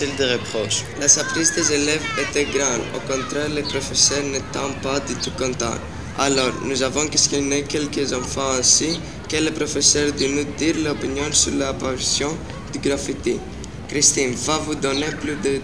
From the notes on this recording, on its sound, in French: Émission autour du thème des graffitis réalisée par deux classes du lycée de l'École expérimentale de l'Université d'Athènes. Moyens utilisés : enregistrement avec un téléphone portable; montage et mixage : Audacity.